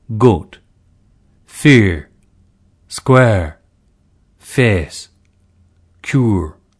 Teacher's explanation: These vowels, diphthongs, two-stage vowels in RP and Gen-Am, were more monophthongal in EME.